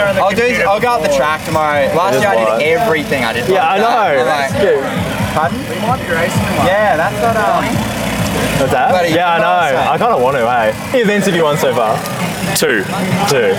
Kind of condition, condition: setting, busy venue